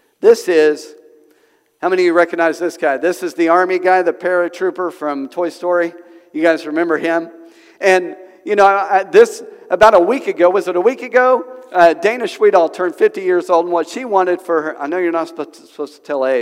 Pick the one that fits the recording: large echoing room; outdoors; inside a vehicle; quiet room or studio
large echoing room